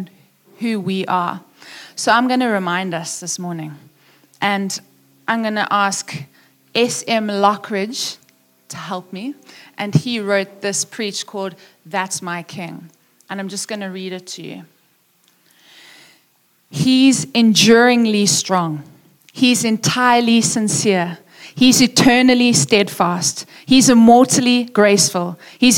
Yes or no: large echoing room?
yes